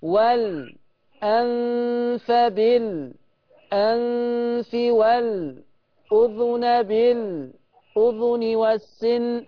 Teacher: في طريق من طرق حفص زي الشطبية كده يعمل سكتة على اللام